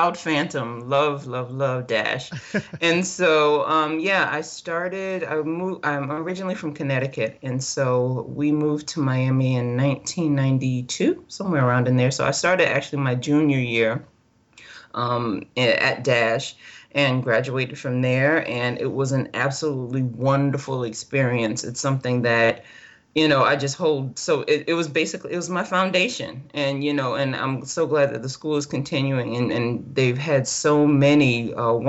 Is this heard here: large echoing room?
no